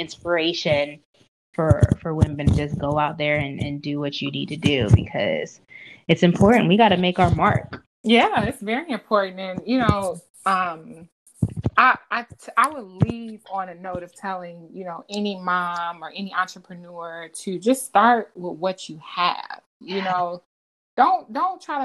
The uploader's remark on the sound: I apologize for the less than perfect audio